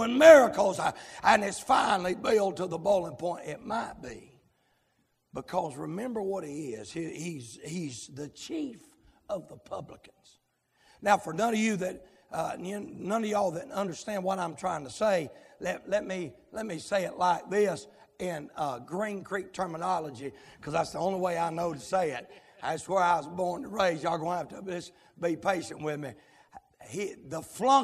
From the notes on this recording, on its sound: live, from Landrum Independent Baptist Church.